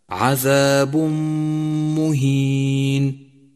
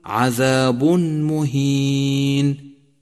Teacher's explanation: في قوله تعالى عذاب مهين، جاء التنوين وجاء بعده حرف الميم، وحرف الميم حرف من حروف الإدغام بغنة، يسقط أثر التنوين من اللفظ · Shown in: first take